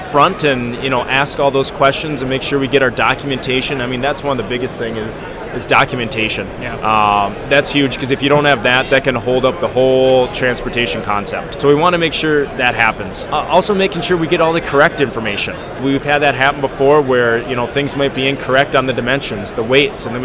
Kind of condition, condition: setting, busy venue